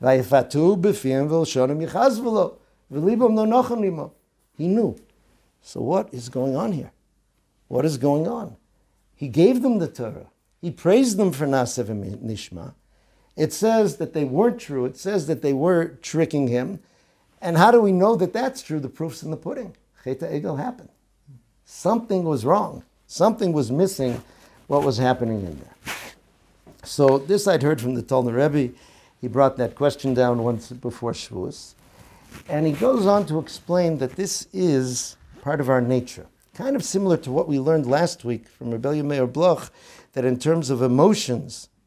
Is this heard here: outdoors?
no